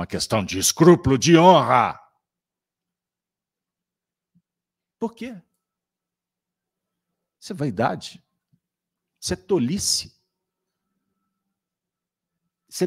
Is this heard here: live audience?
yes